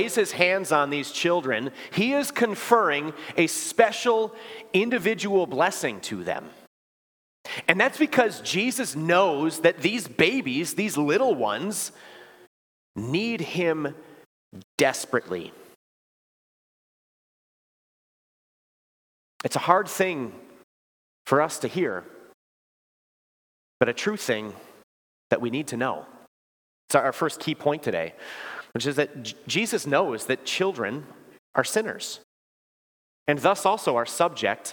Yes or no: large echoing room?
yes